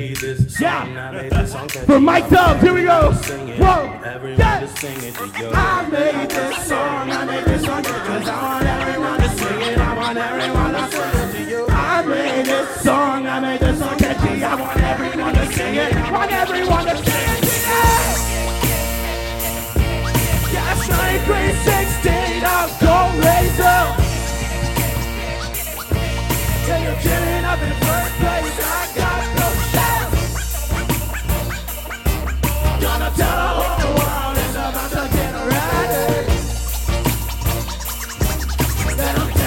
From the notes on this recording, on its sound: Live at the Winona Lake Park Bandshell. Perform at the Lake Park Bandshell for the Lake Park Drive-In event.